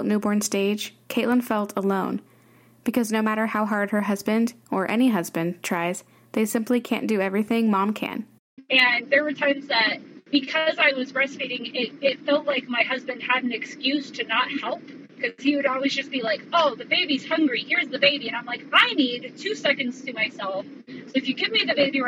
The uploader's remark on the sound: This episode's audio is a bit rough